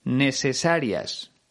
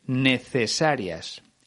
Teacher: Ricky Martin sesea, es decir, convierte las letras C o Z en una S. · Shown in: first take · Por ejemplo, él pronuncia necesarias en vez de necesarias.